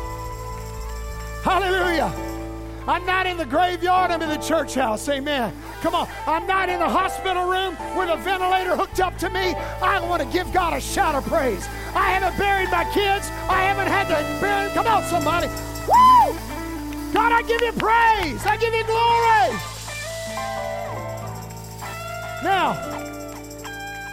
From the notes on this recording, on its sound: As we returned to our live in-person services this week